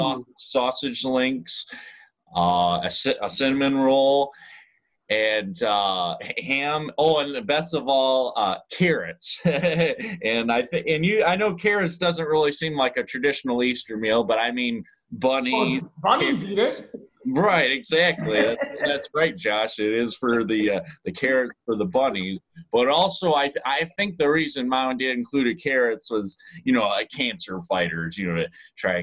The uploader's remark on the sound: Thanks to Zoom we were able to connect